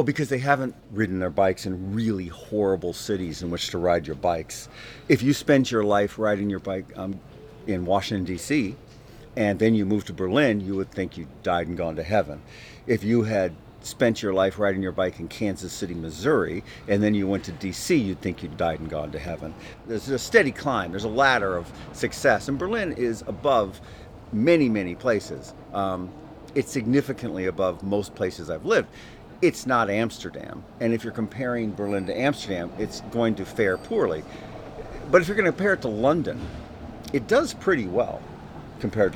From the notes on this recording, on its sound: Recorded outdoors in the Berlin neighborhood of Prenzlauer Berg.